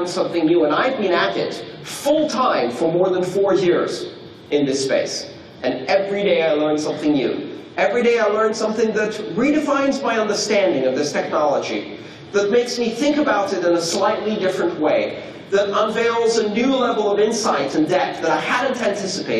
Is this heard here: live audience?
yes